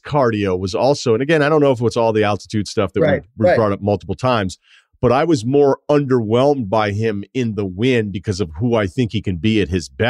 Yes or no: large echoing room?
no